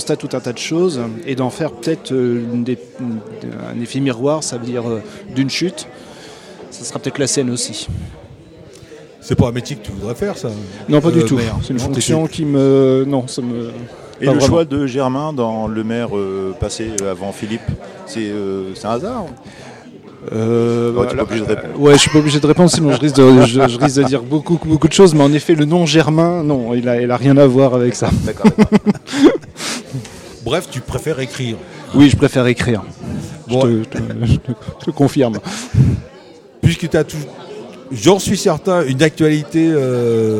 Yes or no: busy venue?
yes